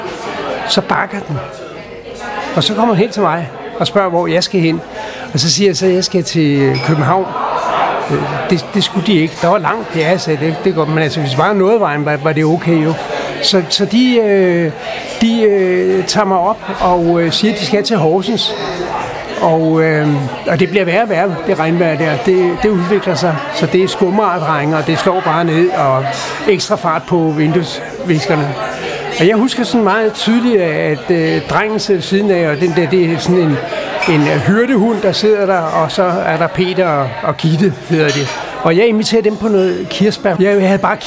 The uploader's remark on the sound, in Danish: Optaget på Axelborg Bodega, København.